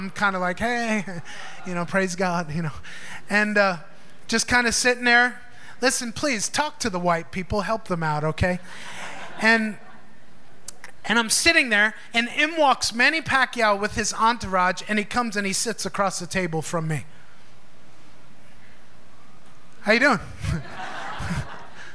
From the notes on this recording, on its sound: Recorded live in FIRE School of Ministry in Davao City, Philippines.